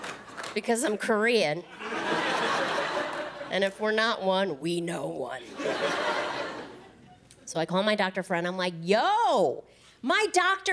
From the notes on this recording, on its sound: Special was taped at the Tribeca Festival in NY, one of the first events to re-open the city post-lockdown.